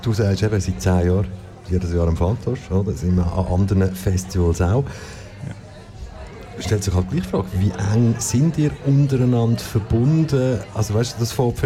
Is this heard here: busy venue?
yes